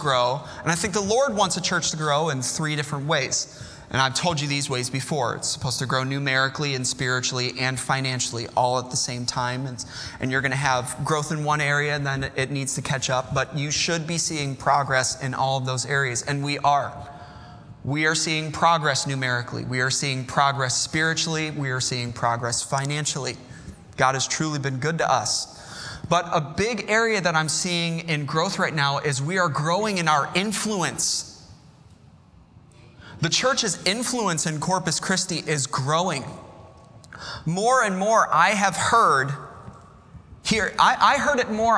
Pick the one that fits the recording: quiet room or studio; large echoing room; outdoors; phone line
large echoing room